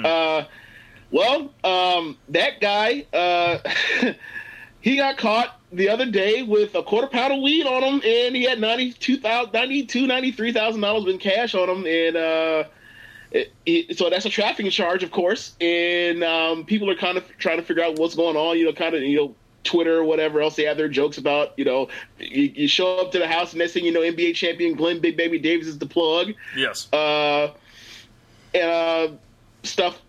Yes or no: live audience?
no